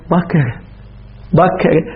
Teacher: يعطوه نوع حركة كسرة لكن كسرة يعني ضعيفة ما نقول بكر عن جد فرد نوع كسرة.